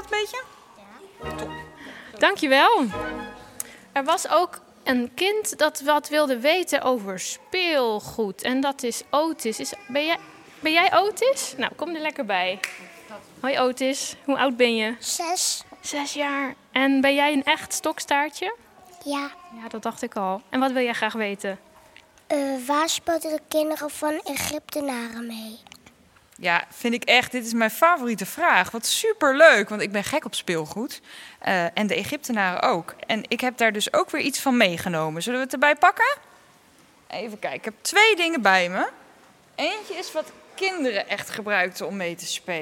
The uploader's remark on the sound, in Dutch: Zijn we live aanwezig in het Rijksmuseum van Oudheden in Leiden, ter ere van het Weekend van de Wetenschap. Midden in de museumzaal zijn we te gast bij Egyptoloog. Samen met een heleboel nieuwsgierige kinderen.